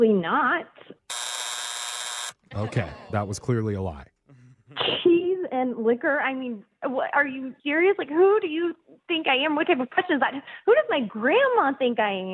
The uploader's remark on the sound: Phone Tap